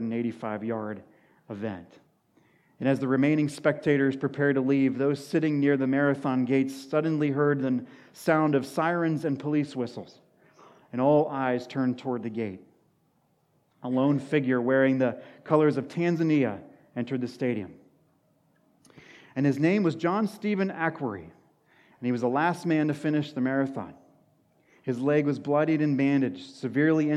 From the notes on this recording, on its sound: Sermon at Washington Union Alliance Church.